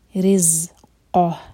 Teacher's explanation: را کے نیچے کسرہ تو را باریک پڑھا جائے گا، زبان کی سیفٹی پہ یوز کریں، اور زا پر بزنگ ساؤنڈ.